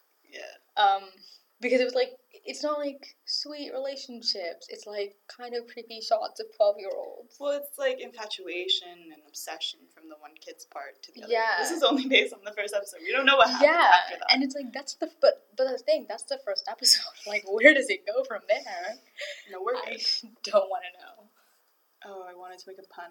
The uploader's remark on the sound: We deeply apologize for the janky audio in this episode. Due to certain circumstances we had to venture into the hard and unyielding world that is Robarts library to record.